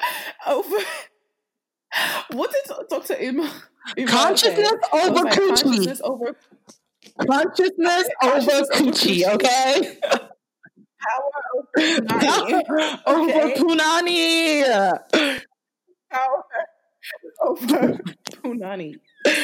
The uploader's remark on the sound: We must apologies for the sound quality of this episode, we had some difficulties in Post that will be addressed for next week!